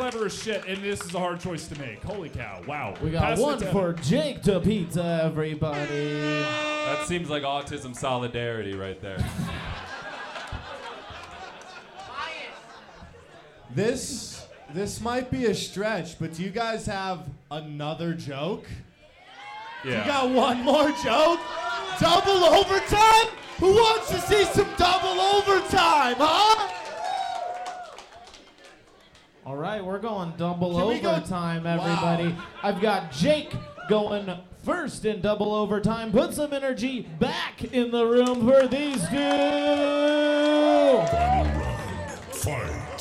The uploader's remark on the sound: Recorded live by Slaughterhouse Studios. This Denver based competition. Recorded live on 3.10.23 at Wide Right.